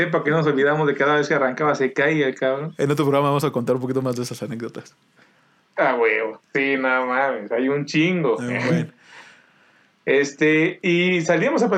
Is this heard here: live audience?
no